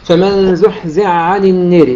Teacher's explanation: زحزح عن النار، إدغام الحاء في العين إدغام كامل، إدغاما كاملا فلا يبقى أثر للحاء، وإنما ننطق بعين مشددة